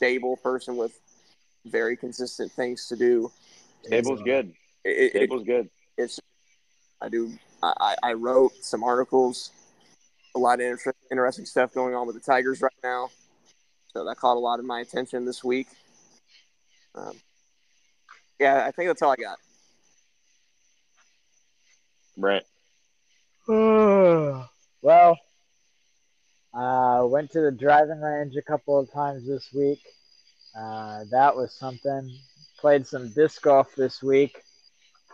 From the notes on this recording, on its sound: WE RECORDED OUTSIDE.